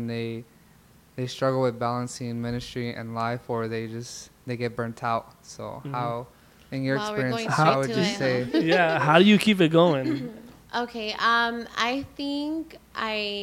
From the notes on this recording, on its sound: We got a live audience again!